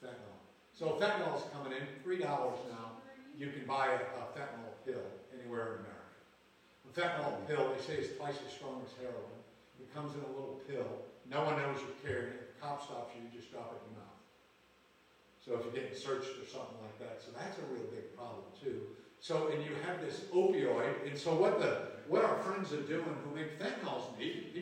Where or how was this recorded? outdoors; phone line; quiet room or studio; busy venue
busy venue